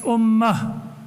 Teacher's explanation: There is an H that should be pronounced at the end of those words.